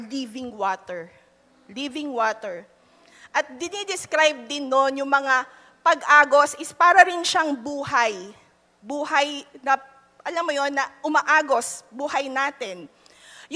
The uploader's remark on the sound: Live at Quest United 44th Anniversary